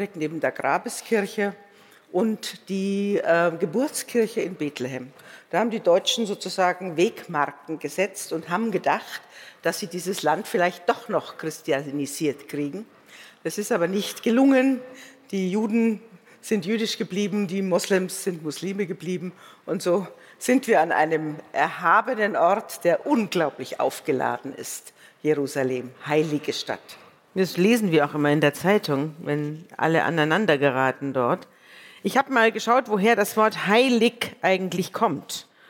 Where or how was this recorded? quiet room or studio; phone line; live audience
live audience